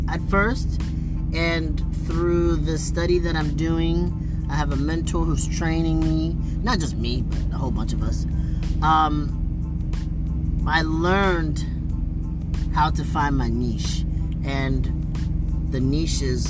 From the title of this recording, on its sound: Random Thoughts While Driving